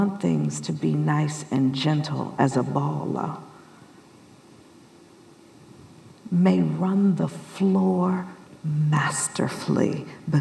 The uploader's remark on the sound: Live from WiDS 2023